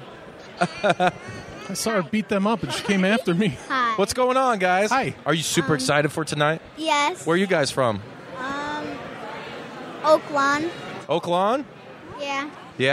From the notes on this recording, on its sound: live from the #WarriorWrestling 4 VIP Fan Fest!